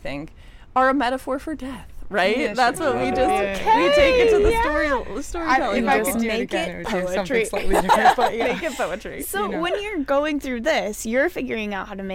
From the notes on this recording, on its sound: We are live, on-location at the TCL Chinese Theatre for the 19th annual Oscar Qualifying HollyShorts Film Festival. We are live, on-location at the TCL Chinese Theatre for the 19th annual Oscar Qualifying HollyShorts Film Festival.